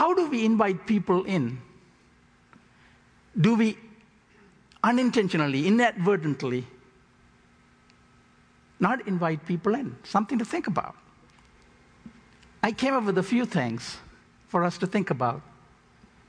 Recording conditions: large echoing room